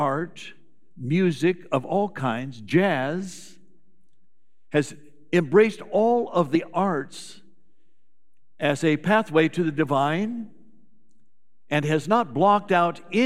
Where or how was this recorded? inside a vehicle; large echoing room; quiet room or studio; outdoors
large echoing room